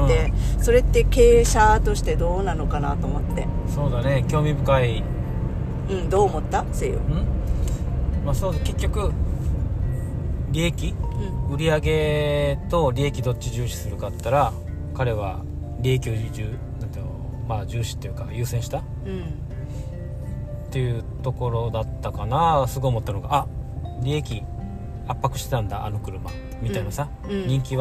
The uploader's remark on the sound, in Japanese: 今日は車の中で移動中に録音しました。途中ウィンカーピコピコしますが、お許しください